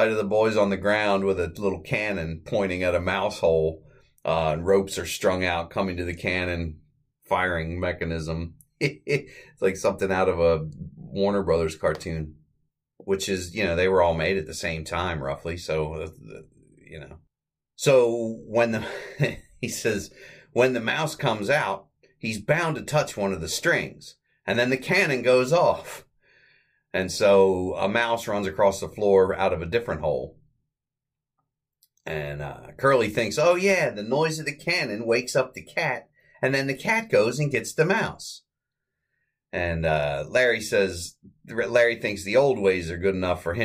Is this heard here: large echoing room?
no